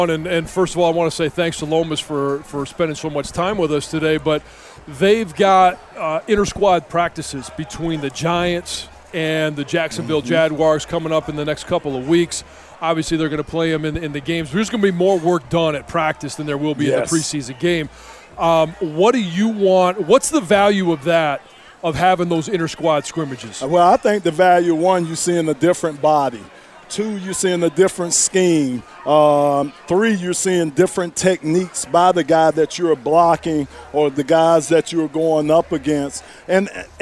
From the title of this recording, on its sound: Live From Lions Training Camp